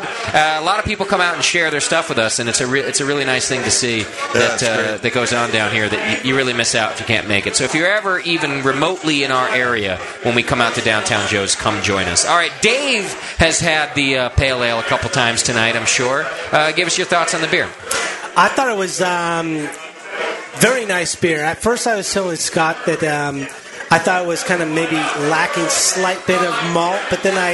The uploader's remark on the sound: Live from Downtown Joe’s